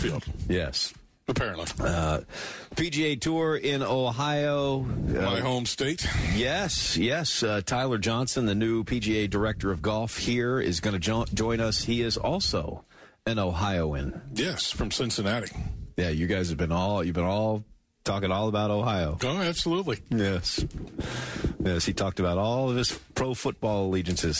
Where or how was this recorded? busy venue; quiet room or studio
busy venue